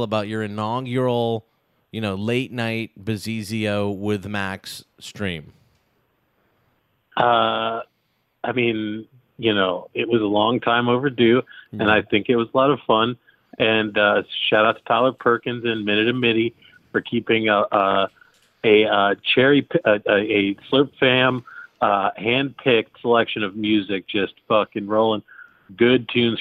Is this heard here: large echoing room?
no